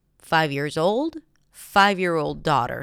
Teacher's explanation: So now daughter is the keyword. 5 is the secondary stress.